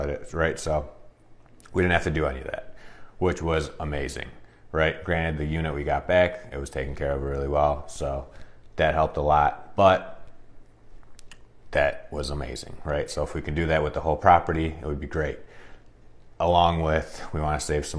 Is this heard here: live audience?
no